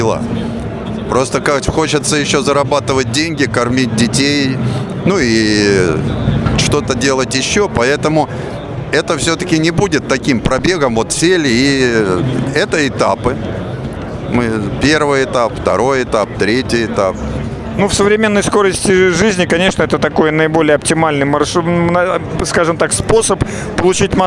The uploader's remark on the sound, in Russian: Записано в мобильной студии радиостанции с 2 по 4 декабря в Экспоцентре на Красной Пресне (Москва).